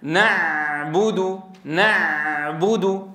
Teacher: لاحظوا كيف يرجع لسان المزمار، يرجع لسان المزمار إلى الوراء ممانعا مرور الصوت، لكن هذه الممانعة ليست تامة · يسمح بجريان جزئي لصوت العين. تلحظوا حين تنطق بالعين فتجد صعوبة في جريان الصوت، تجد صعوبة في الجريان، الصوت يتخامد ويتضاءل · Term: البينية